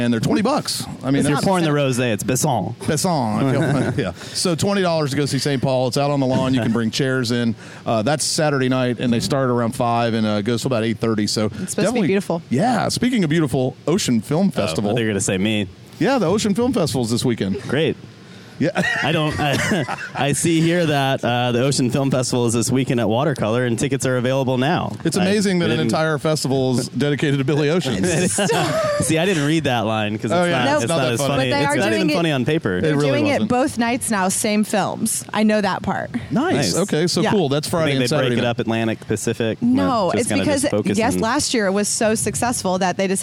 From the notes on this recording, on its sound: live from the Grayton Beer Company Tap Room